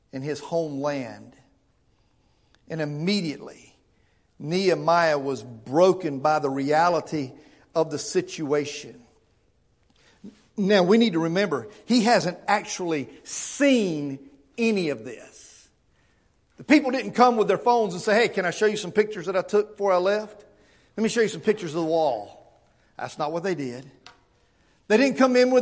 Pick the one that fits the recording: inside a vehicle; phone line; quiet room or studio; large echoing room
large echoing room